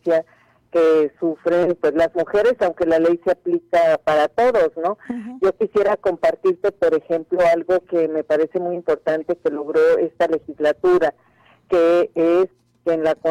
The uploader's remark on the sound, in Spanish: Entrevista telefónica Oreja 102.5 FM. Cajeme.